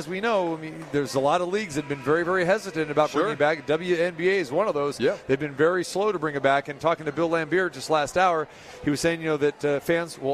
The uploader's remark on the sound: Live From The NBA Summer League at the Thomas and Mack